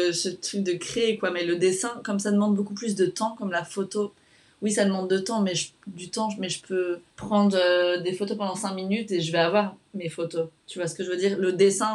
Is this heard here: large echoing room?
no